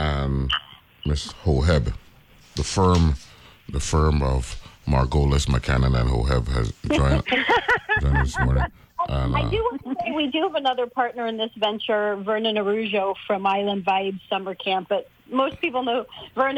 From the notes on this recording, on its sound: joined on the phone